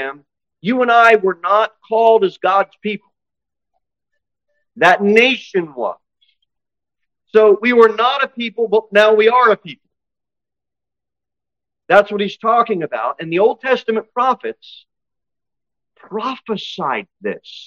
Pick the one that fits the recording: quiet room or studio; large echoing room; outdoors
large echoing room